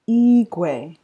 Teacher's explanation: E is high. Okay. Gwe is low.